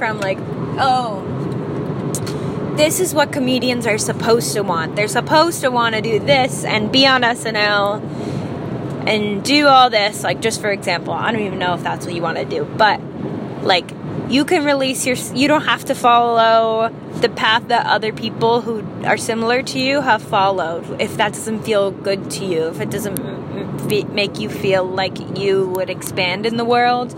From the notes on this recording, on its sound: I recorded this in the car